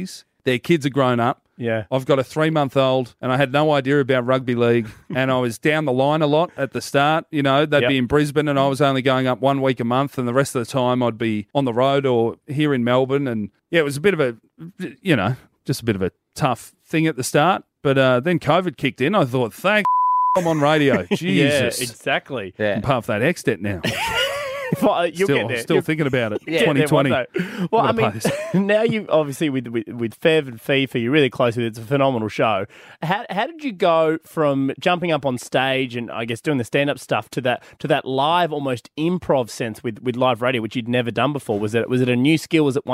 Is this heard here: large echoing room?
no